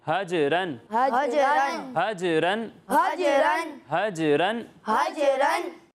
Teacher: یہ جو جیم کی آواز لوٹتی ہوئی محسوس ہو رہی ہے نا، یہی کلکل ہے